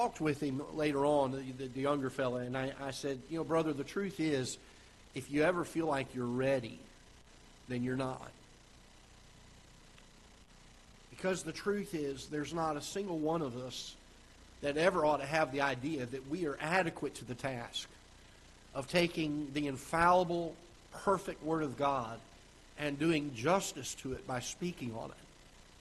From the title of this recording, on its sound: Ketha Heights Baptist Church ~ Live Broadcast